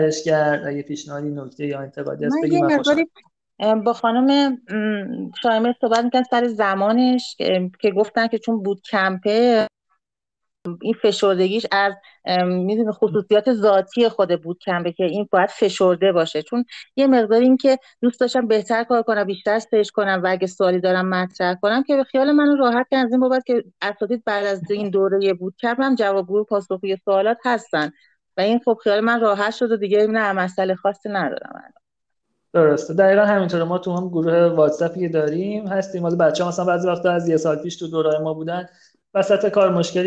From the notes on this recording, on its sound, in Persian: جلسه پایانی چهارمین بوتکمپ دیجیتال مارکتینگ آکادمی اینفوگرام به مبحث پادکست اختصاص داده شد. این اپیزود به صورت زنده و آنلاین ضبط شده است و افراد حاضر در گفتگو در سه نقطه مختلف حضور داشتند.